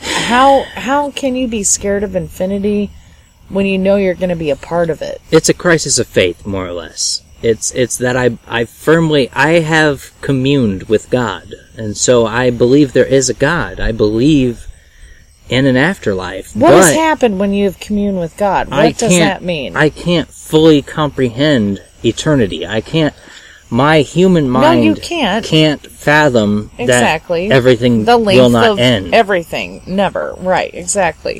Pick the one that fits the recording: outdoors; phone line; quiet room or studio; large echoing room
outdoors